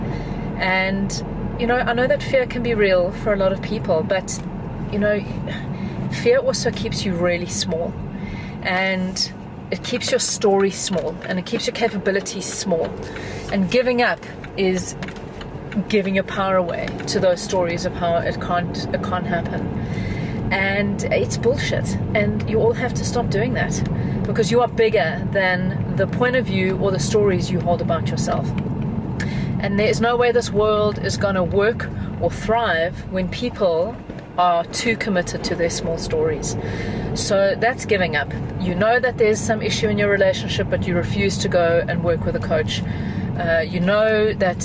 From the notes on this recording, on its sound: we're having a drive time chat from my car